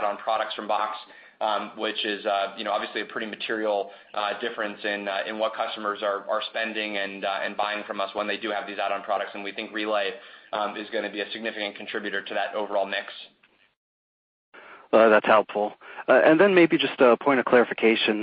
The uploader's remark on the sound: Box (BOX) Q1 2020 Earnings Call